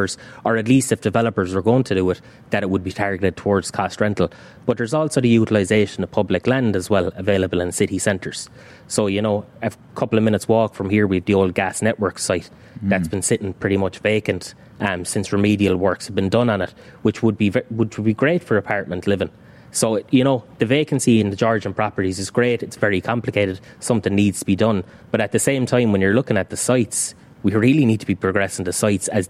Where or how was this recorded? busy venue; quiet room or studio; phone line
busy venue